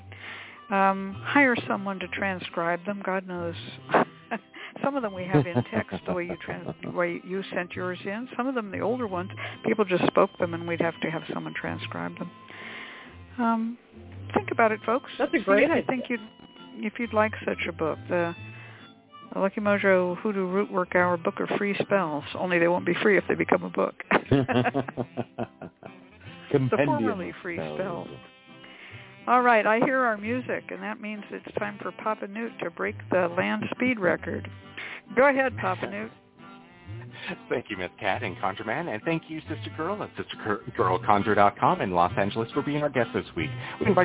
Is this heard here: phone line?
yes